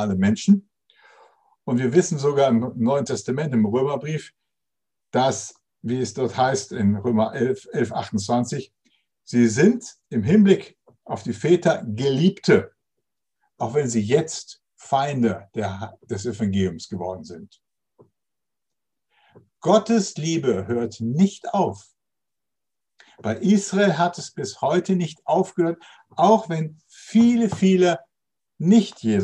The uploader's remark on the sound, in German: Zoom - Gottesdienst